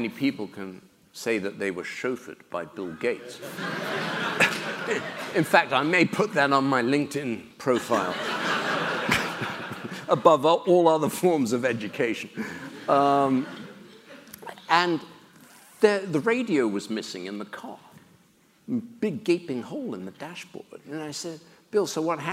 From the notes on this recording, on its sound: During a visit to Stanford Graduate School of Business. During student-led interviews and before a live audience.